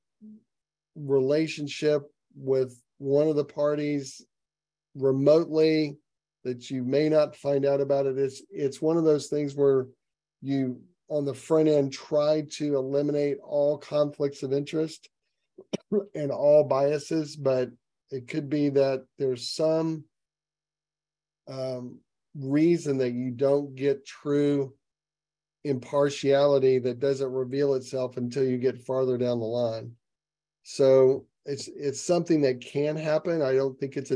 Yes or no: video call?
yes